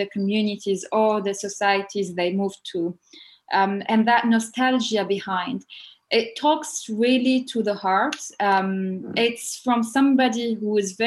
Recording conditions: video call